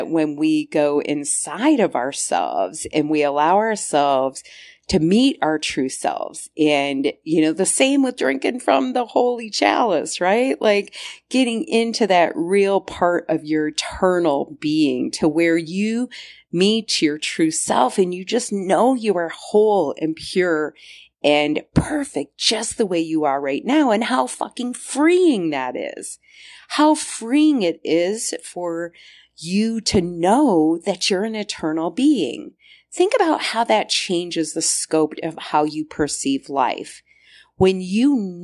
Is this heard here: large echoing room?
no